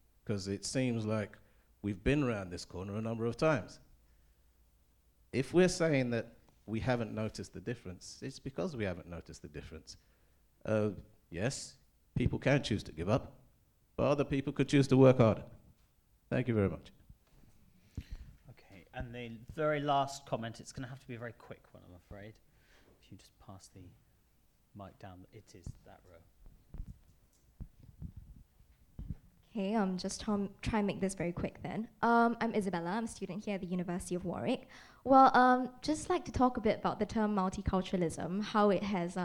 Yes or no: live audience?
yes